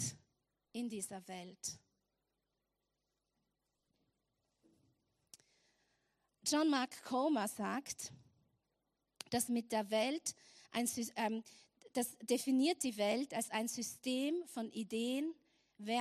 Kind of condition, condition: setting, large echoing room